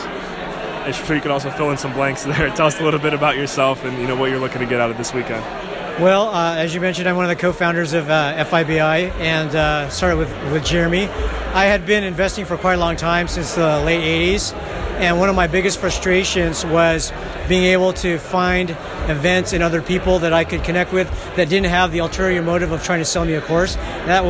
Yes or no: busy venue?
yes